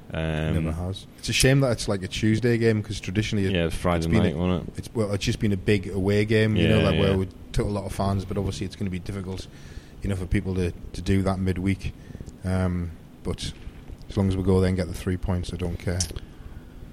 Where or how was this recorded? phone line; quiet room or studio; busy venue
busy venue